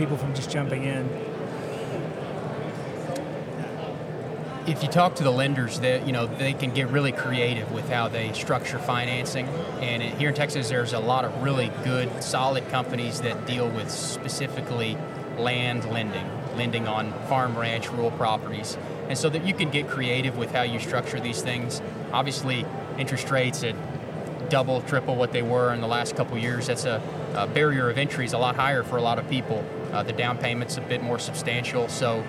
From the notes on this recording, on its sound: we're coming to you from the Houston Safari Club show floor!